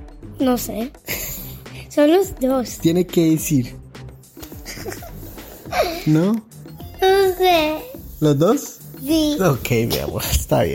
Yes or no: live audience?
no